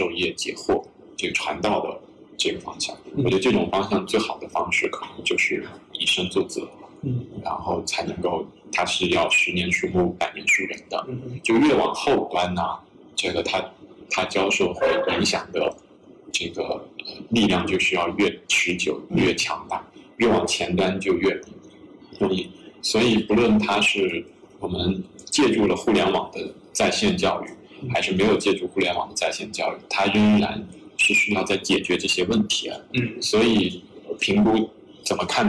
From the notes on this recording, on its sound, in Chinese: 这期播客音频部分片段可能影响收听体验，我们尽力补救过。如果有能够规避收音糟糕的解决方案，欢迎告诉我们。